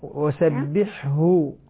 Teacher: أريدك بعد الحاء أن توضحي الهاء من مخرجها